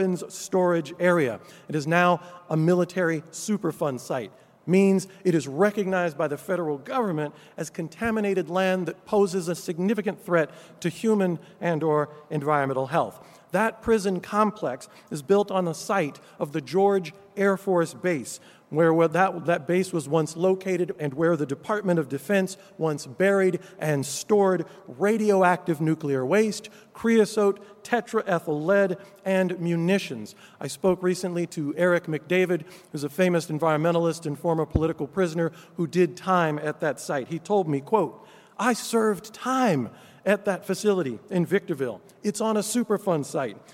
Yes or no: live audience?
yes